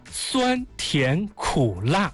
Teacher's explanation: 第一个字是第一声阴平，对，第二个字是第二声阳平，第三个字是第三声上声，第四个字是第四声去声 · Term: 阴阳上去